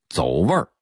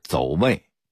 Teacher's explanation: 其实是没带儿化韵，味儿变成了味，一加儿化韵走味儿了